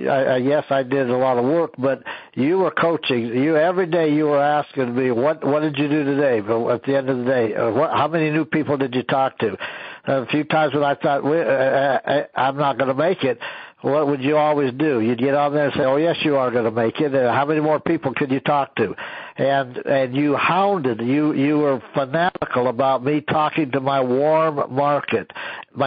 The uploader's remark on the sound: An archive of weekly conference calls.